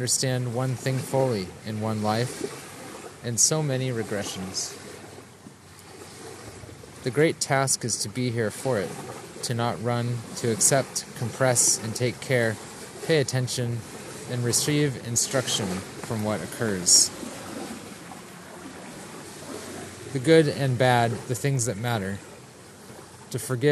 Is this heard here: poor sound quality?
no